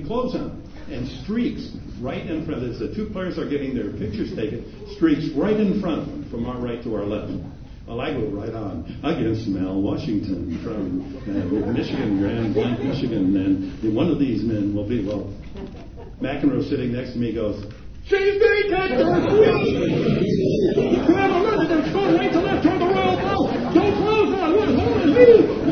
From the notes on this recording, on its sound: A clip from the Axthelm Lecture. In the Marquette University Alumni Memorial Union.